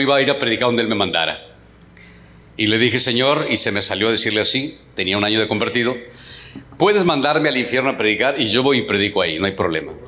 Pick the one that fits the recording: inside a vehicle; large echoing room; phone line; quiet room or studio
large echoing room